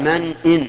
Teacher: هنا يجب الإظهار لأن همزة همزة قطع، فيقال من إن، خلافا لما يصدر من بعض الناس حتى من أئمة المساجد فيقول من إن تأمنه، من إن تأمنه، هذا خطأ، لأنه إذا قال من إن تأمنه جعل الهمزة همزة وصل، وهي همزة قطع لأنها إن الشرطية.